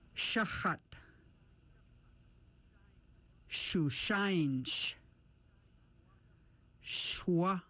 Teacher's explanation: The SH sound is made around the gum ridge and roof of the mouth with a hissing or hushing sound. Sounds like the SH in show.